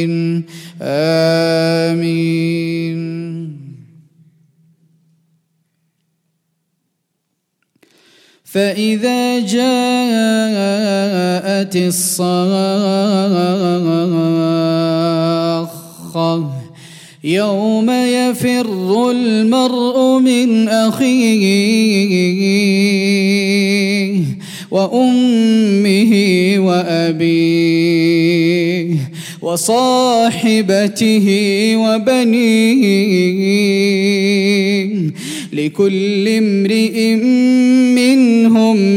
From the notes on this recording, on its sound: at the Houghton Masjid (West Street)